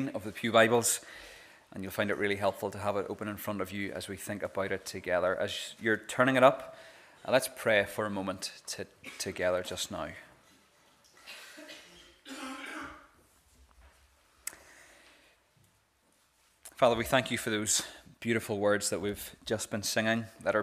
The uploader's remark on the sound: This is the recording of the Bible reading and sermon from our morning service on Sunday 30th April 2022.